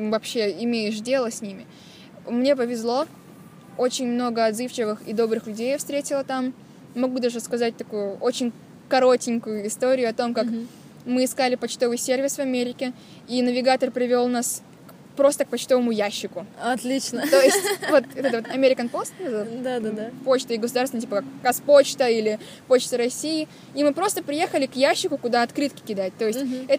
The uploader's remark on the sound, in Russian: Записанный совсем не на диване, а в солнечном парке! Звук стал более приятным, надеюсь перепады громкости больше не будут так резать уши.